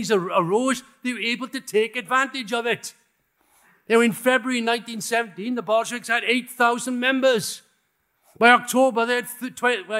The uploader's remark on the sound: In this talk given at the recent Revolution Festival.